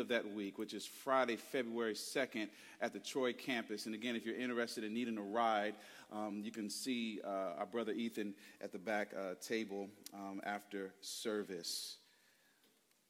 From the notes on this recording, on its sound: Preached Sunday January 21, 2024 at Woodside Bible Church, Pontiac Campus